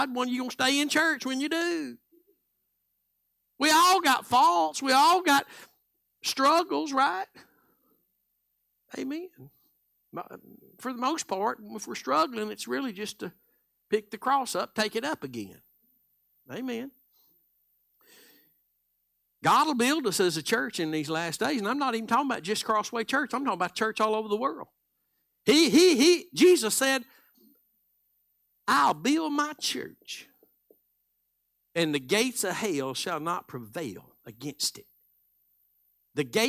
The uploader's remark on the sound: Live Wednesday Evening Service